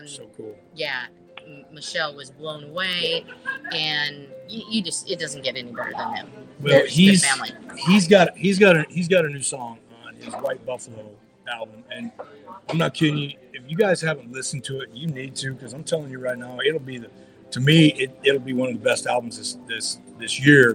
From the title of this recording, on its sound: Live at The Broken Spoke Saloon